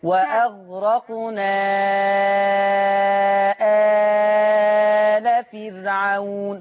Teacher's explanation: اقرأيها بس أربع حركات، يعني أنا هلتزم معاك هعلمك وجه التوسط